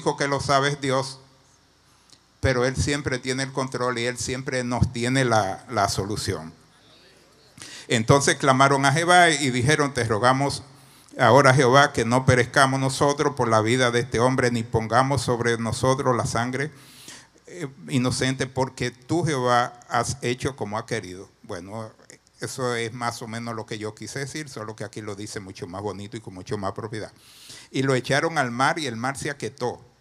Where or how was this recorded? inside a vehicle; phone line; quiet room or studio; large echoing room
large echoing room